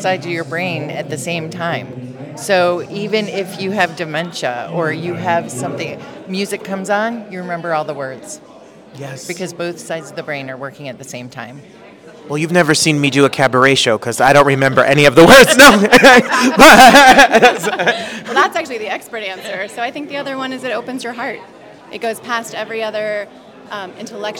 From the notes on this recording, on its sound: We were live on the red carpet for "20 Seconds" at the Signature